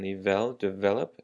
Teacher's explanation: Develop and development. So for the word develop, we have the emphasis on the vel